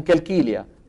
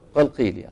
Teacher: غيروا هذا الحرف بتقريبه من الكاف. هي واحد، بجعله كافا مثل كثير من مناطق فلسطين بيجيبوا القاف كاف. · Shown in: first take